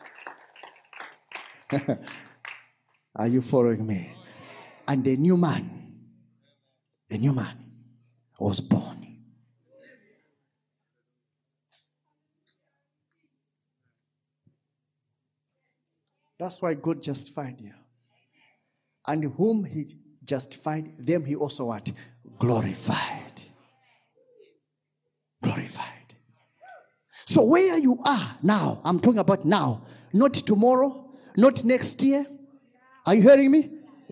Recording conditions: large echoing room